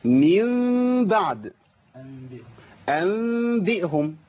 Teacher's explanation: يبقى عندنا الإقلاب مع الباء، يبقى الحكم الثالث من أحكام النون الساكنة والتنوين هو إقلاب النون الساكنة عند الباء ميما بغنة · ميم تخفى عند الباء، يبقى عندي حكم مركب: قلب النون الساكنه والتنوين الى ميم ثم اخفاء الميم في الباء. صح، يبقى حكمين في حكم واحد.